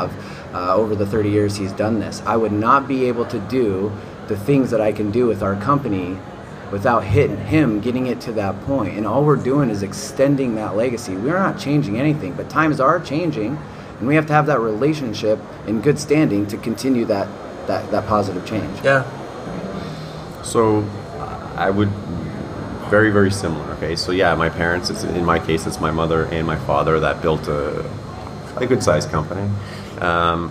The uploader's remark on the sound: Live from HPBEXPO. At the HPBExpo. For a live conversation.